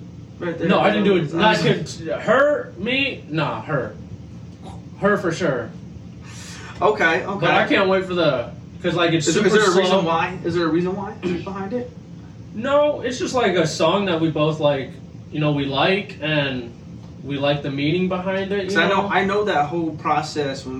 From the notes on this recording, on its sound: Apologize for the audio for this episode. Didn’t start the mics! The original duo was in the studio for this episode.